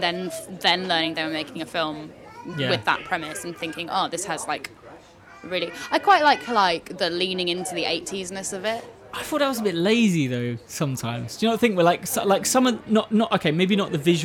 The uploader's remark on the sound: drinking IPA in a pub in Surbiton